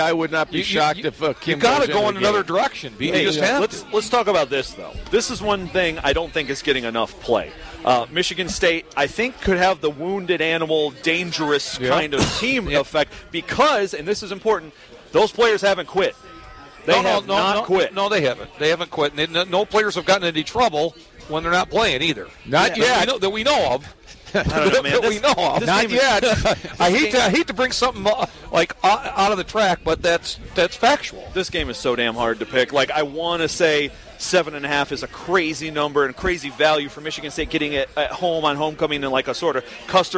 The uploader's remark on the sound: broadcasting from just outside Spartan Stadium.